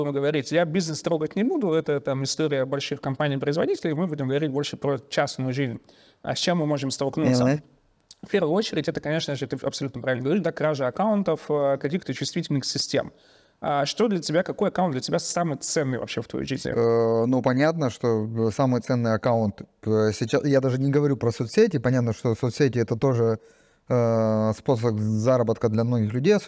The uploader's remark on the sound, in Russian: Спецвыпуск подкаста Security Stream, записанный во время партнерской конференции UserGate 2023, которая проходила 21-22 сентября в Завидово.